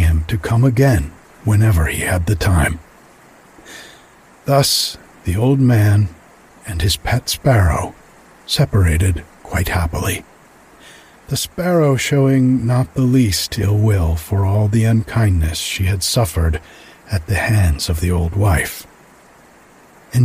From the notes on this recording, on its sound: some sounds of nighttime at the creek in the background